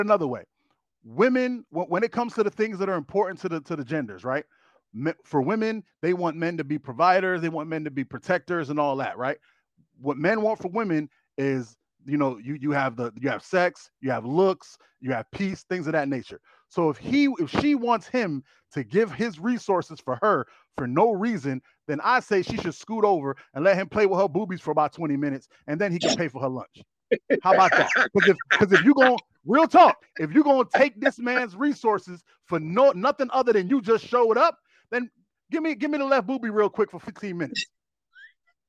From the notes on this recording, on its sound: a phone interview with an old friend